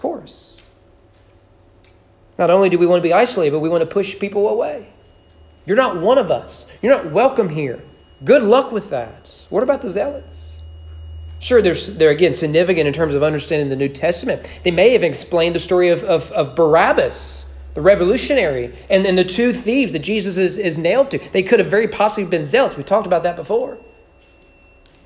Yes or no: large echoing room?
yes